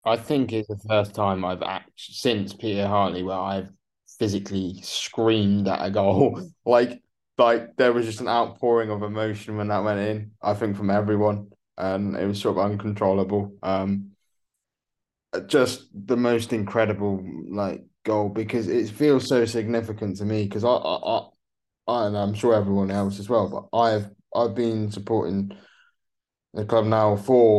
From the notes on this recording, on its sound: on a zoom call